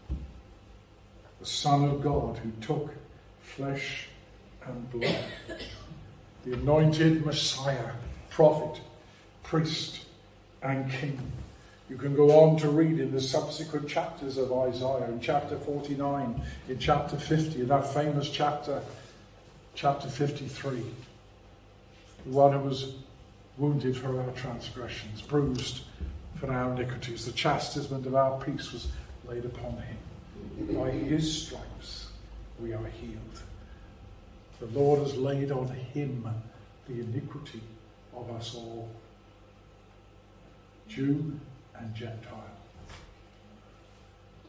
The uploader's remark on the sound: A sermon preached at Rock of Ages Evangelical Church